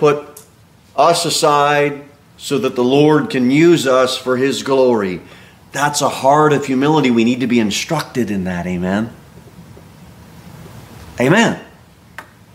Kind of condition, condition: setting, large echoing room